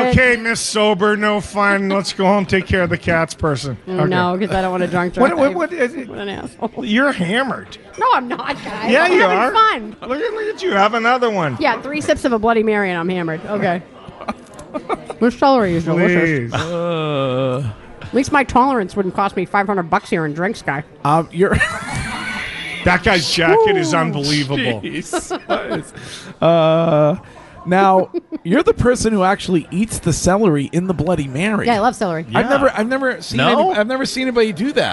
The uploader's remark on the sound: Broadcasting live from The Capital Grille.